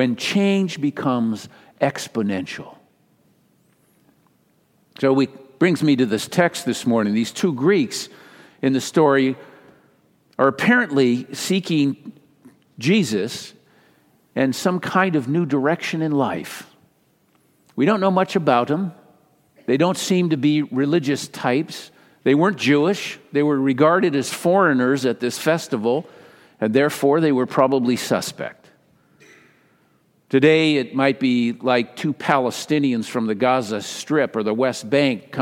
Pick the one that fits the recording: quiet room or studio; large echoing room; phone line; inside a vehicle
large echoing room